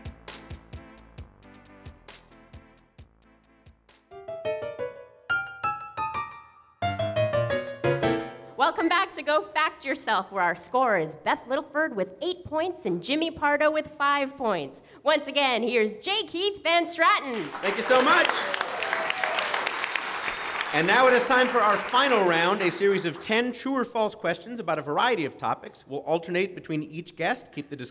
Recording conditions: busy venue